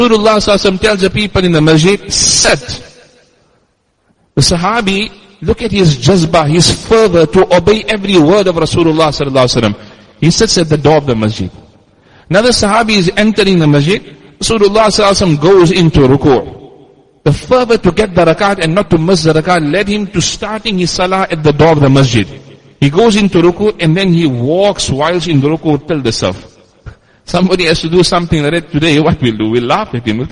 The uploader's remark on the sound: Jumuah lecture at Masjid us Siddique